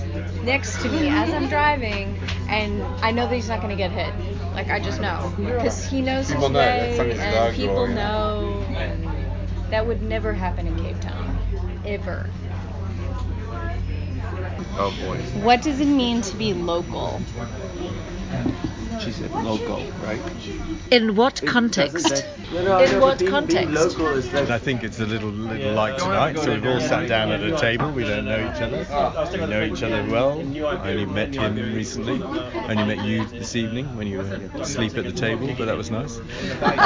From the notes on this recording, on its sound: Join me at the local pub in Greyton on a Wednesday night as I ask people, "what is local?". Oldpottersinn.